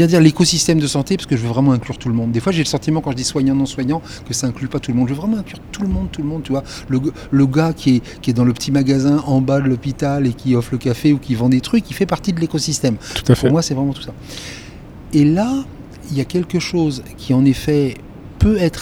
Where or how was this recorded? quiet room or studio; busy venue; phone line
busy venue